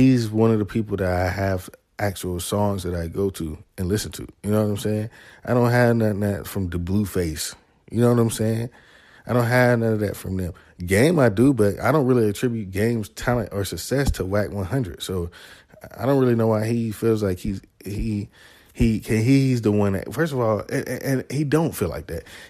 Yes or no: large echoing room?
no